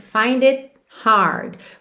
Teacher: Você não ouve esse T do it